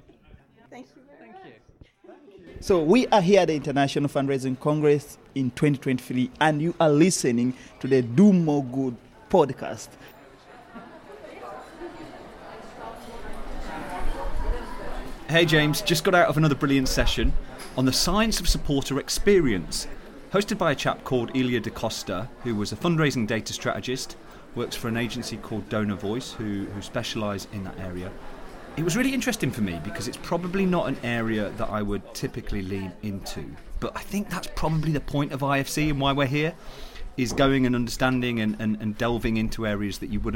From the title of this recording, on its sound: Live from IFC 2023